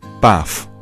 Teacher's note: instead of saying the th sound, you would instead use a f.